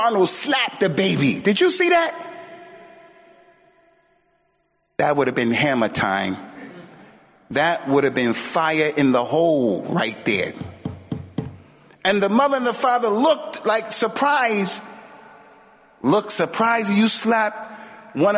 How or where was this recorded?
large echoing room